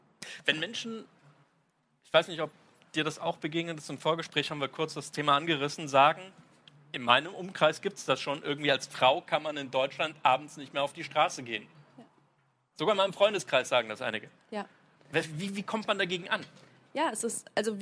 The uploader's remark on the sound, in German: Diese Aufzeichnung stammt vom 31.08.2018 auf der Hauptbühne beim Campfire-Festival in Düsseldorf.